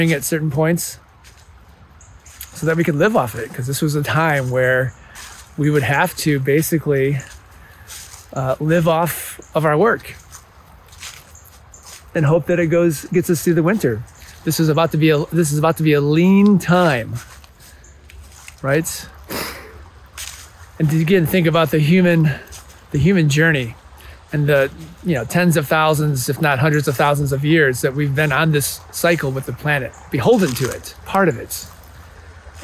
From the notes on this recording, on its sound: Recorded in the bitter cold woods of Indiana.